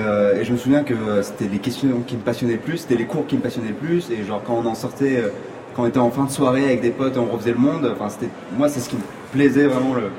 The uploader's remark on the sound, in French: émission spéciale en direct du Salon Livre Paris